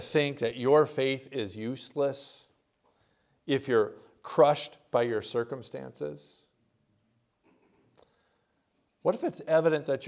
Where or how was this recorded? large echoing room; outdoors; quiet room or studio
large echoing room